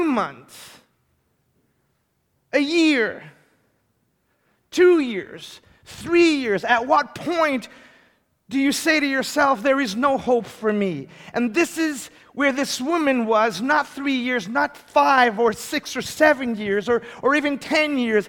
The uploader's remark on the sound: A moment of history in the Litchfield town's most historic church. Preached for the first time as the congregation’s spiritual leader.